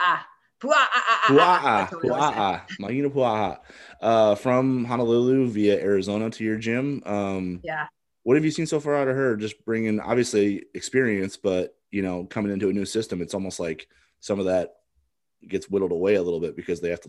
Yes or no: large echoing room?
no